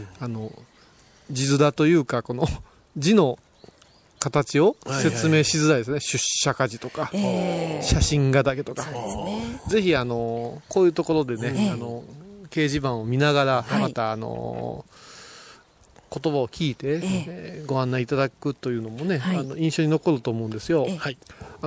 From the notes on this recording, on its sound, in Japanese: 小雨交じりの霧が立ち込める中での収録でした。